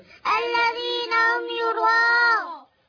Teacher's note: ألف مد متصل واجب 4 5 حركات